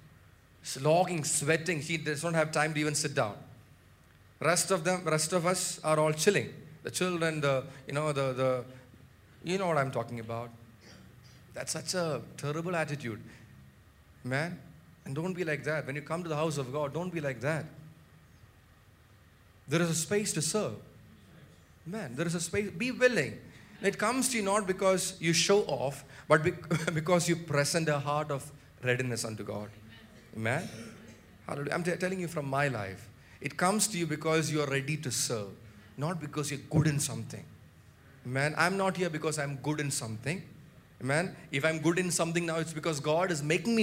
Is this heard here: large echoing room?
yes